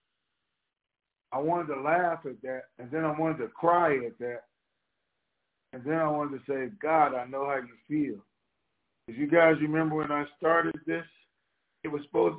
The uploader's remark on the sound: TNTSuperfantastic Conference Call.